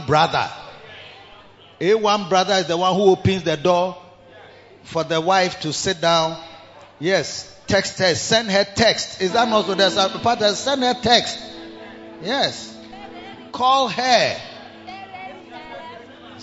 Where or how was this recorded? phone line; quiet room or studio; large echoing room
large echoing room